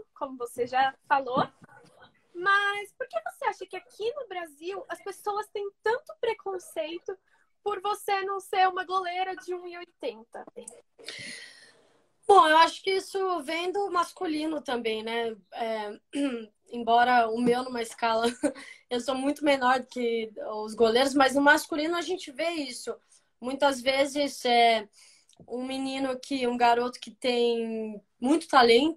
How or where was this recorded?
video call